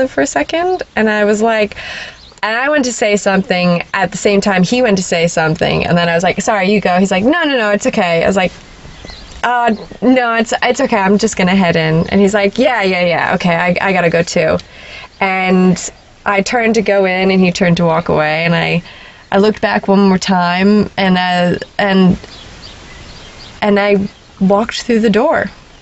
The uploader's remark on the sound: the birds for the background noise